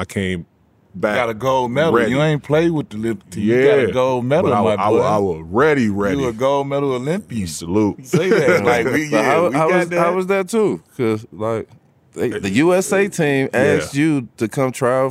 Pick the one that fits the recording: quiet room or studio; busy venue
busy venue